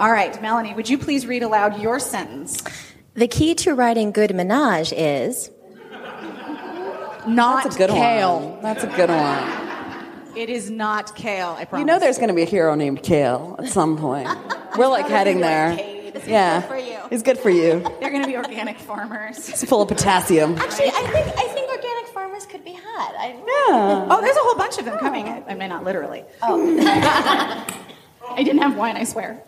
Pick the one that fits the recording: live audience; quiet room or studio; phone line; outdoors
live audience